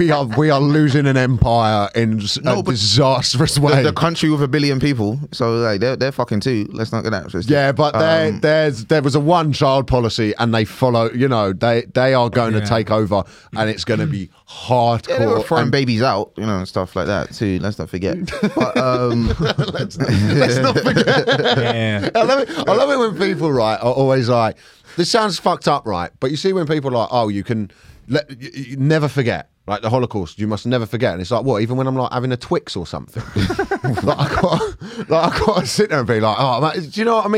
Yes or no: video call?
no